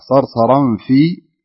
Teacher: لاحظ قلنا انخفضت في حرف الفاء لأنها ليست من حروف الاستعلاء